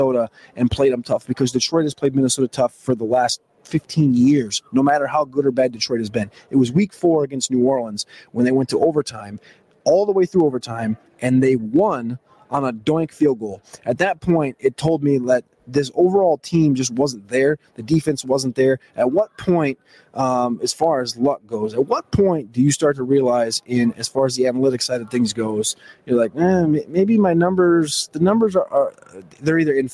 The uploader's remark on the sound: LIVE from Radio Row